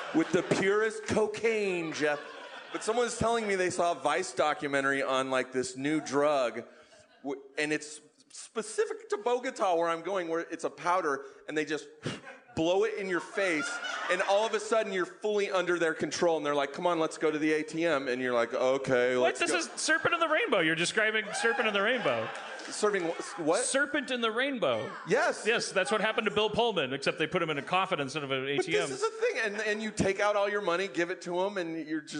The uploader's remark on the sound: LIVE from Bridgetown 2015!